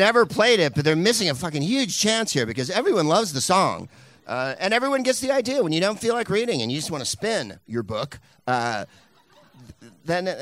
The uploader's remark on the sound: Live from Flappers Comedy Club in Burbank